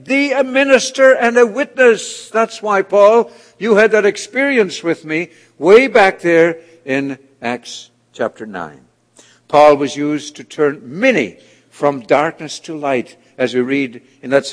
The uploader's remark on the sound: This audio sermon entitled, A Chosen Vessel, was delivered at The People’s Church of Somerville, NB.